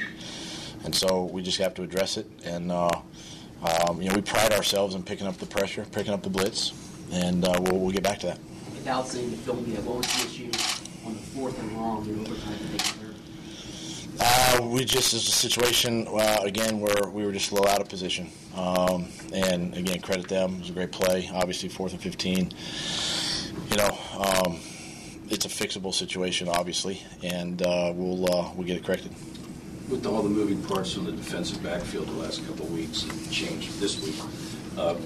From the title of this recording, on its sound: Press Conference